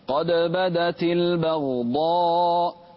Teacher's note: قلقل الدال ولا تقلقل الغين